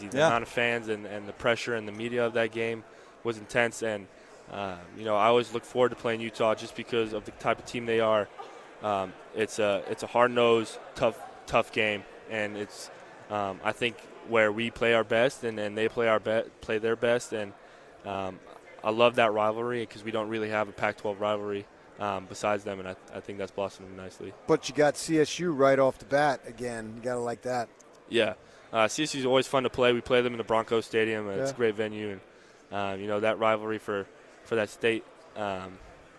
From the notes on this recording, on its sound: live from Pac-12 Media Day.